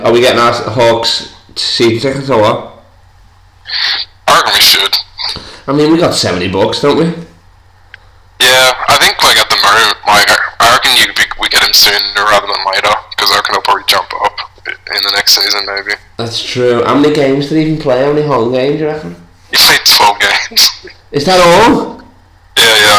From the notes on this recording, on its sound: This weeks call in guest comes live from his garage in Sydney